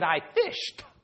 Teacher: When you add fish and you put it into the past tense and you added ED, you in your mind changed that ED to a T.